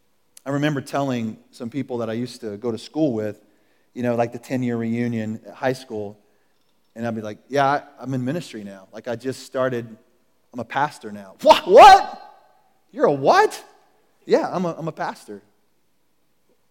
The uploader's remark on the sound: Recorded at The Calling Community Church located in Platte City, Missouri. Services are held in the Platte County High School auditorium at 10:30 a.m.